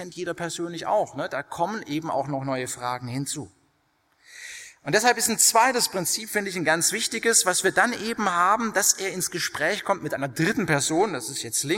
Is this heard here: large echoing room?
yes